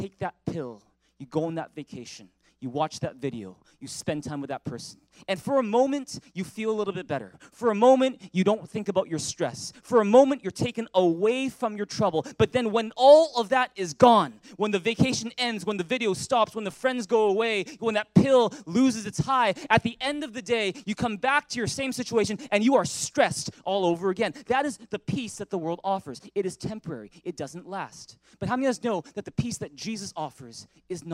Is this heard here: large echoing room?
yes